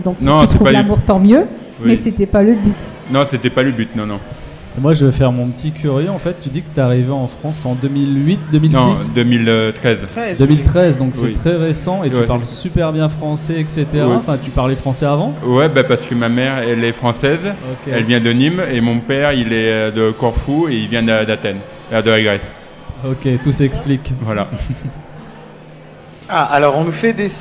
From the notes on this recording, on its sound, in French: En direct du salon Amours et handicap de Hyères